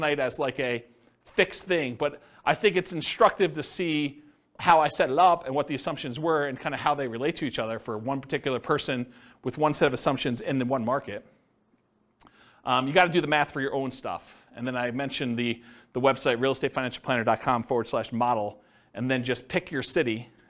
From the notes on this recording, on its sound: This was a live class recorded.